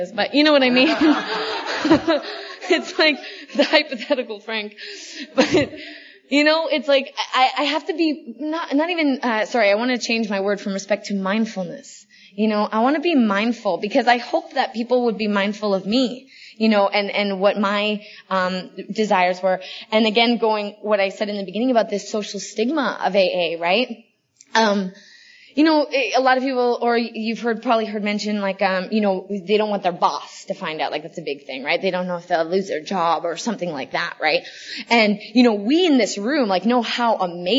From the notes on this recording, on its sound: This is a multiple speaker panel from 2011 at the 53rd ICYPAA.